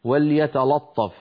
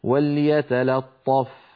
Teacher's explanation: وليتلطف يقول أحدهم وليتلطف، فهذا لا يصح، بل عليه أن يقول وليتلا. وليتلا بعد أن ينطق اللام مرققة ينتقل إلى الطاء المفخمة · Shown in: second take · فيقول وليتلطف.